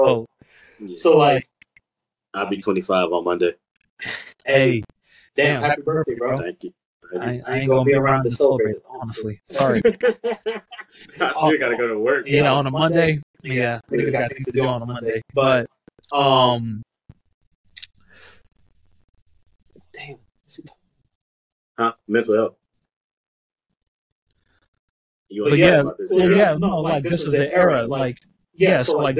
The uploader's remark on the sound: Please excuse our audio quality this time around.